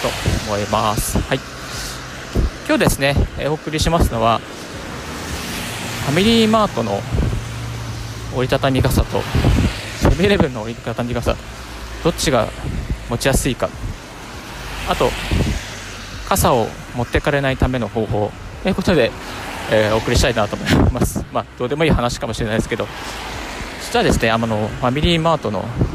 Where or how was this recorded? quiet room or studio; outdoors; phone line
outdoors